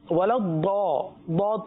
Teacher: ولضاد کو پر پڑھیں گے، صحیح ہے، اور اس کو زواد نہیں پڑھیں گے